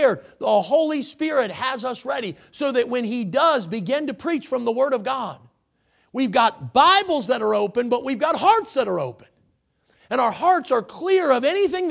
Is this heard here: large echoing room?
yes